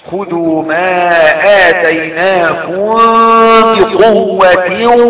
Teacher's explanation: اتيناكم بتنتهي بحرف ميم ساكنة ويبقى لها حكم وقع وراء حرف الباء يبقى يحصل اخفاء شفوي